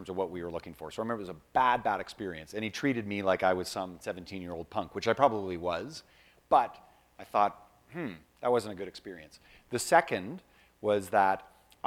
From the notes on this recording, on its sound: This special edition of skucast was recorded live at The PPAI Expo.